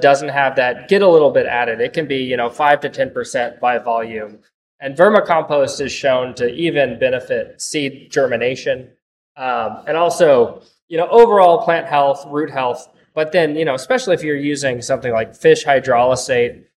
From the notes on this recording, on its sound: We recorded this episode in the greenhouse so there is a bit of echo.